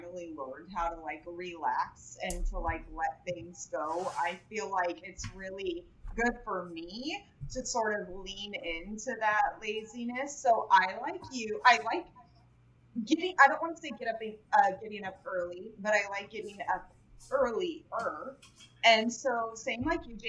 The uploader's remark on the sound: Audio quality may be lower than usual for this one!